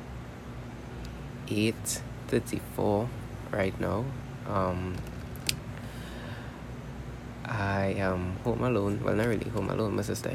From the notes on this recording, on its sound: This episode was so unintentional, but I'm uploading it anyways. I do apologize for the background noises.